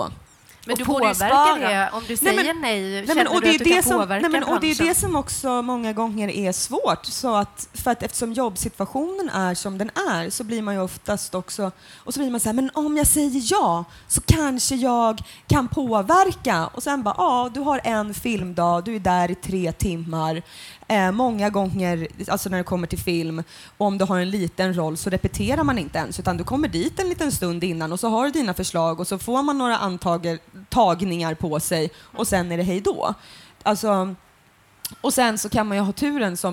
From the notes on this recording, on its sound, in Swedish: Avsnittet spelades in på Göteborgs filmfestival den 1 februari 2016.